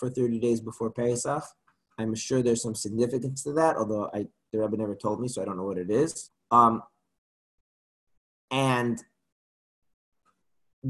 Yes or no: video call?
yes